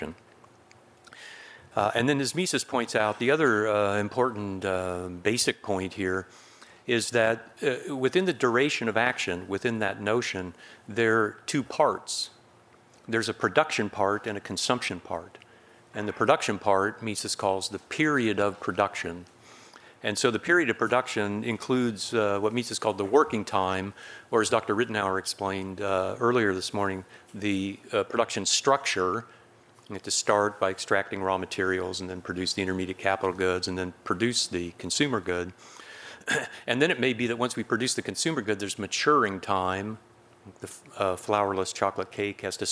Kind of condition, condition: setting, large echoing room